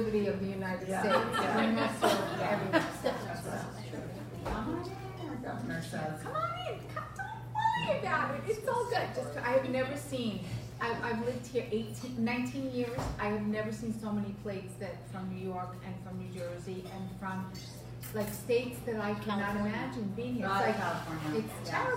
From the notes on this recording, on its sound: Farmers Table event. Broadcasting LIVE from Farmers Table in Boca Raton with Liquivida Lounge.